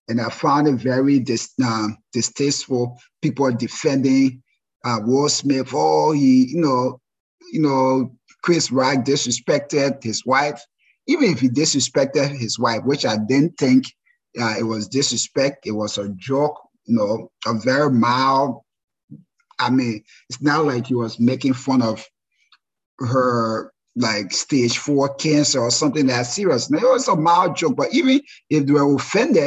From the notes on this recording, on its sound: This is a recording of our first live webinar.